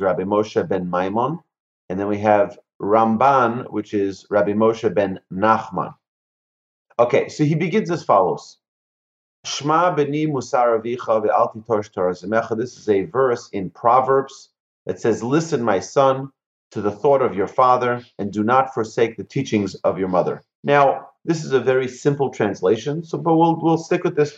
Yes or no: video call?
yes